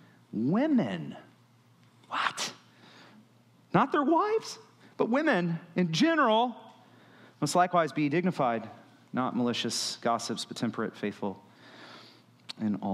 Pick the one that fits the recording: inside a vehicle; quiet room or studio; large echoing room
large echoing room